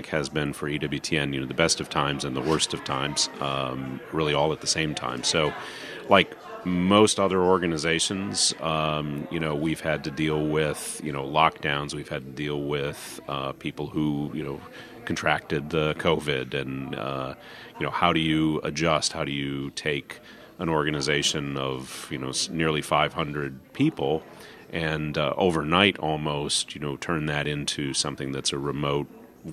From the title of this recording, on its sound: Live from Legatus Summit East 2022